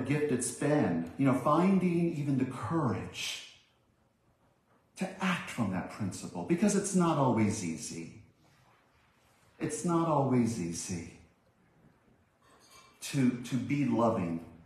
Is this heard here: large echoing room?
yes